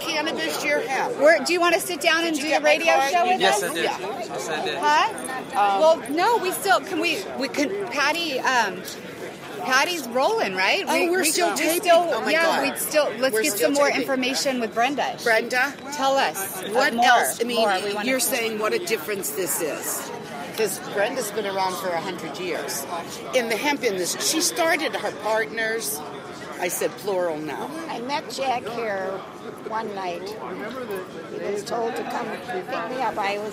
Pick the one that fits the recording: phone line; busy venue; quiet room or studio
busy venue